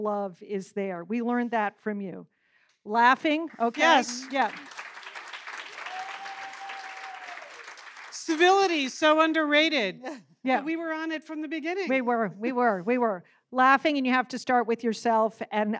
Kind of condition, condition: setting, live audience